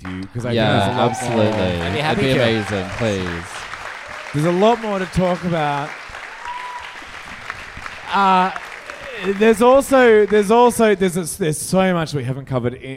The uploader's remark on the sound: We recorded a live episode in Sydney for Sydney's Mardi Gras!